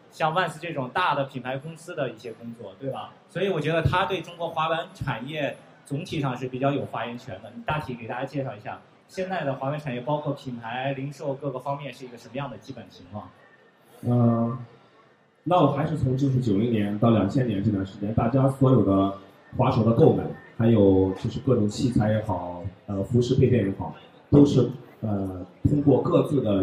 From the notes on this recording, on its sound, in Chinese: ISPO Beijing 2015 现场特别版。全球最大的体育产业行业展会 - ISPO 北京 2015 的现场录制了一期特别节目。